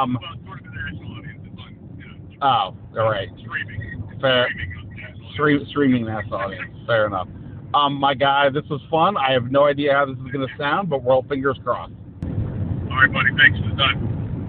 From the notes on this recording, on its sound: Recorded this episode about the Commanders' overtime loss while driving back from Philadelphia. Joining the hands-free conversation from his own car barreling down I-95.